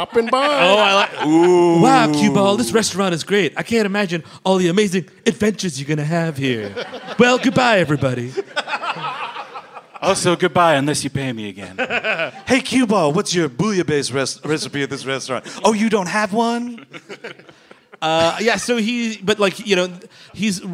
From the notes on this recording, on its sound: Live in Charlotte. Recorded live at the Comedy Zone. In Charlotte, NC.